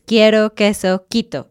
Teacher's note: siempre va a sonar como K y nunca se va a pronunciar la U